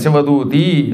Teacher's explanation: శివదూతి అది ఈకారాంత స్త్రీలింగం, అక్కడ దీర్ఘమే తీయాలి.